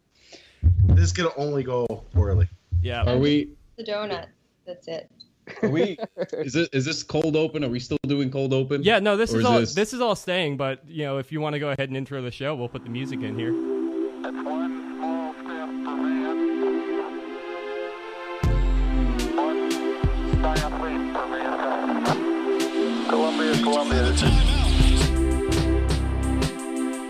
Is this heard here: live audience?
no